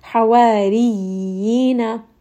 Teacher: So we don't want to have too much pressure, but make sure that there is a little bit to emphasize that there is that shadda here. Ya is repeated twice, and then there is that 2-count med of ya afterwards, after this word as well.